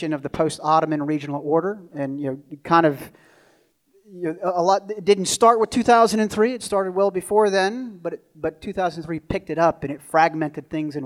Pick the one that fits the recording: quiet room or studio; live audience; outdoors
live audience